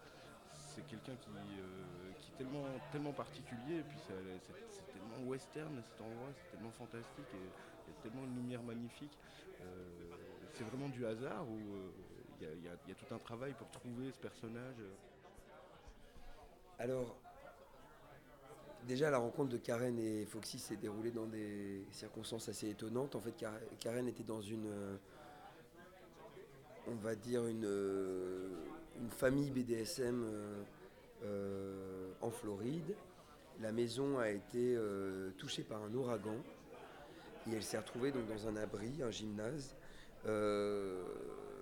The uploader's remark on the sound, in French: au cinéma Nova le 14 Novembre 2016 durant le festival Pink Screens